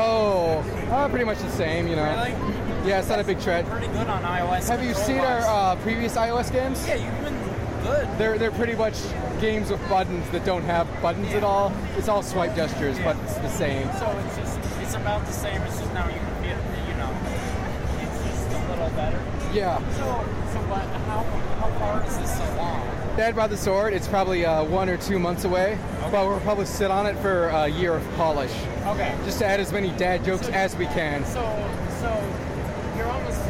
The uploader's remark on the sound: audio interviews I did while at PAX East 2016